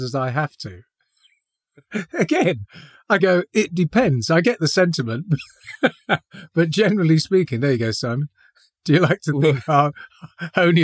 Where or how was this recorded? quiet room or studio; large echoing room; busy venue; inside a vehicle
quiet room or studio